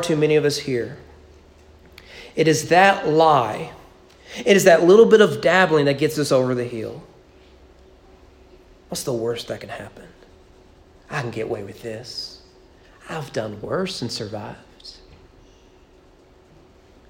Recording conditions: large echoing room